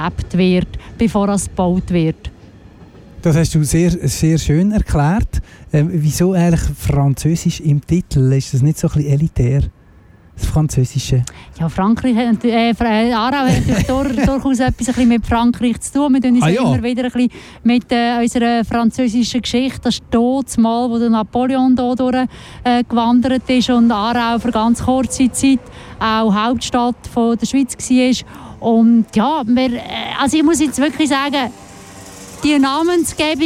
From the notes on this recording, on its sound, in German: Live auf dem Terrain Sud. Wir sprechen live vor der Torfeld Süd-Brache. Wir wollten die Stimmung live einfangen und haben unseren Sendebus auf der Brache parkiert.